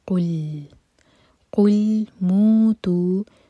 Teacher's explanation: قاف دمہ کے بعد لام پر ہونٹوں کو پھیلا کر پڑھیں گے